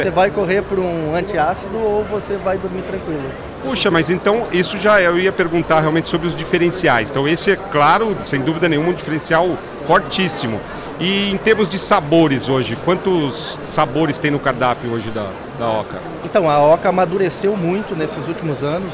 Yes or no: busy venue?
yes